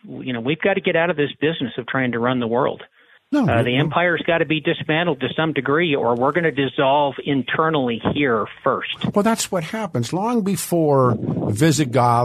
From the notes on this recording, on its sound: Open phone lines continue